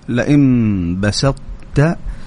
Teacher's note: لئن بسطت السين اللي في يعني بسطت بعدها طاء يعني السين هنا مرقق والطاء جاء ما شاء الله مفخم